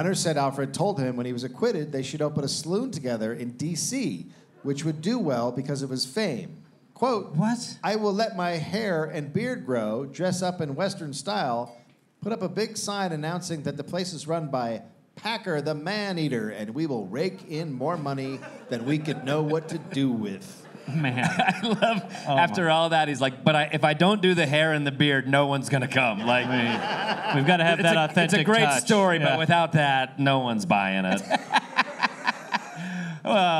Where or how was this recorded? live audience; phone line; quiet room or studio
live audience